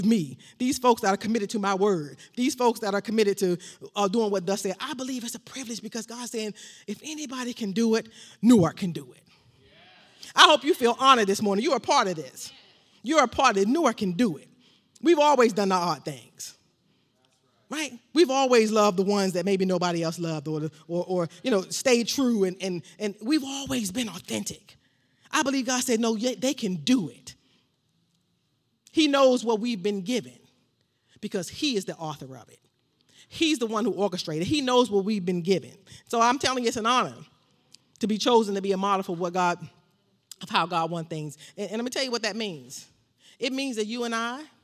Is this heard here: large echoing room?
yes